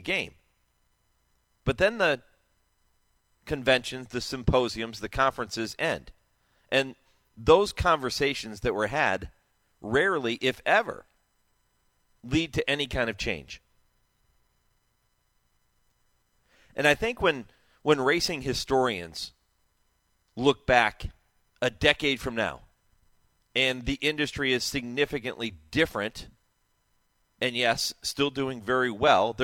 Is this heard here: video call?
no